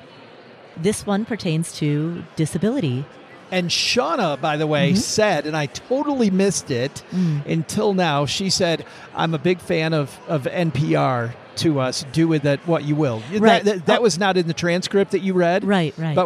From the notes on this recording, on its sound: A special LIVE recording in front of an audience at Podcast Movement, an industry conference in Denver. Recorded live on stage.